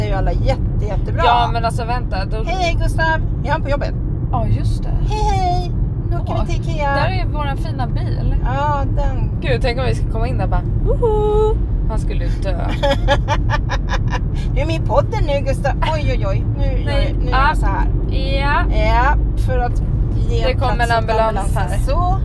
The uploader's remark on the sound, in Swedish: Bara en liten hälsning ifrån oss i Coronatider - ursäkta ljudet, ingen jingel.